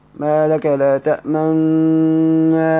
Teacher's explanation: لأن أنت بتشم الحركة في وسط الكلمة تأمن تأمن، تلاحظ ان ممكن تسمع صوت الضمة، ما لك لا تأمن، هتسمعها تحس ان في ضم شفتين · Term: الإشمام